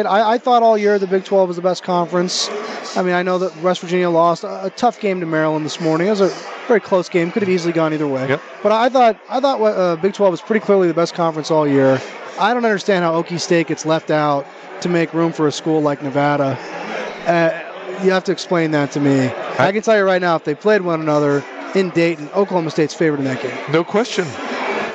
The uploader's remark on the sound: Live from the Superbook at The Westgate Las Vegas